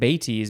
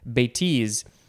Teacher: the emphasis is on the second syllable · Shown in: second take